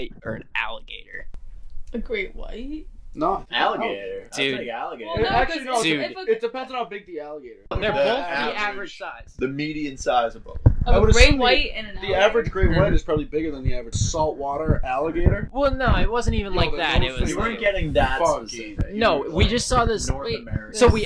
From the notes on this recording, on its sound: We are testing out new microphones, so we apologize for the microphone pops and brushes against our clothes. We are working out the kinks.